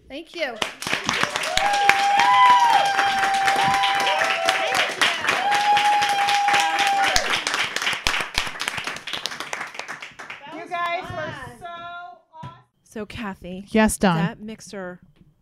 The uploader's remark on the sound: Listener inspired topics during the open mic at our spring mixer brings the Sisters laughter and tears.